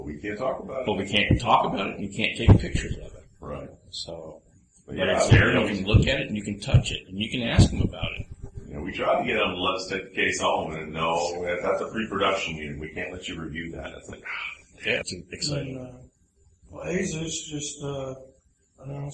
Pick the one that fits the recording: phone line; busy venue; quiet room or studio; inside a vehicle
busy venue